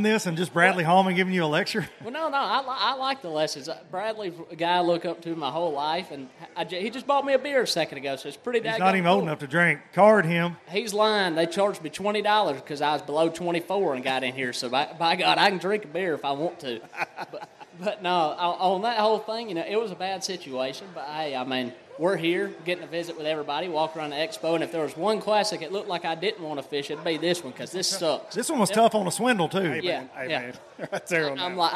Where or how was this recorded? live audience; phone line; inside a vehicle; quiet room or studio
live audience